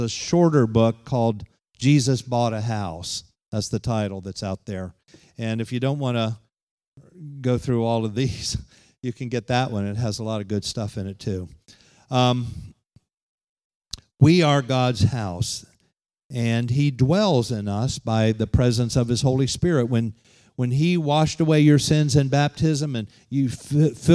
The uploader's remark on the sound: Holiness conference at The Pentecostals of Dothan.